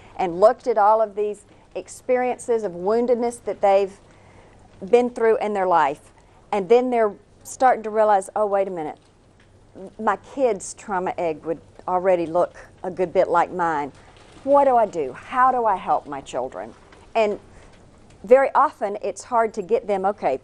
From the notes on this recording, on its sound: taped as a live conference presentation